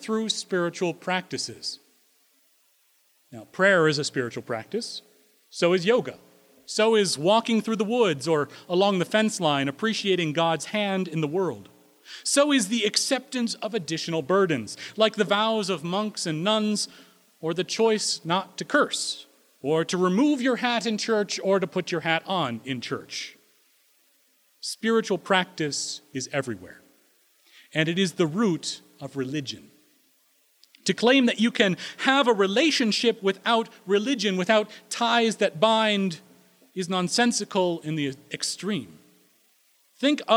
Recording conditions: large echoing room